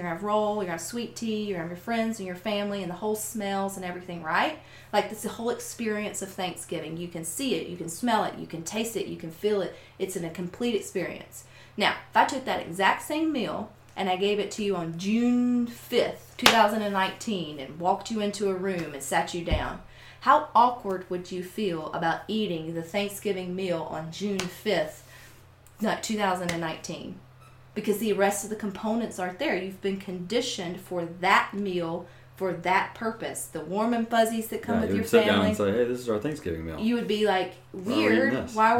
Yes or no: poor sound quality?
no